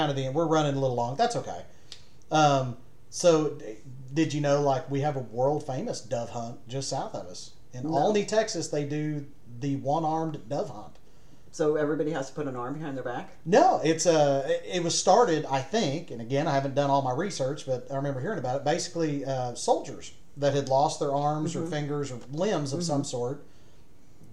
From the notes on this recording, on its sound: Audio isn't great since my computer switched to my webcam instead of the nice mic I bought.